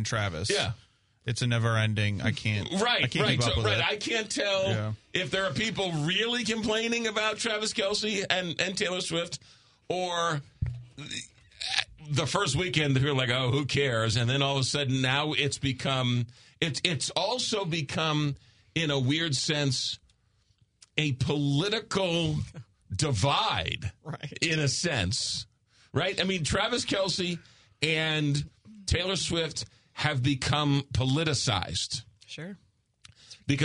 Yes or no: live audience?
no